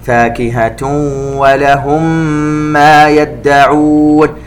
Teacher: الميم مع الميم إدغام مثلين صغير